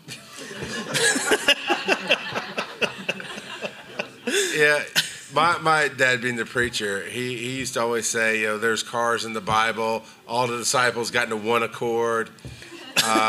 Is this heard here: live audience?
yes